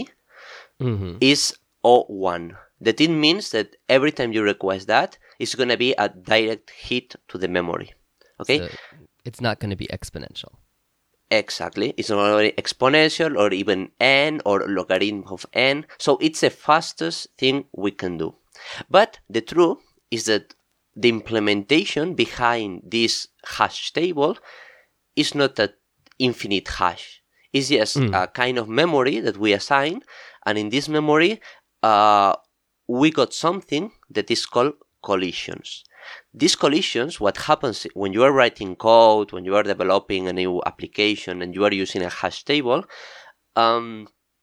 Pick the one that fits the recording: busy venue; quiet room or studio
quiet room or studio